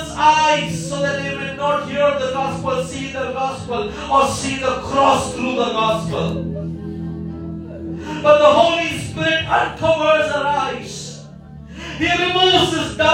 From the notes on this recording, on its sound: Listen to this message delivered in church and many committed their lives to Jesus and got ready for Baptism.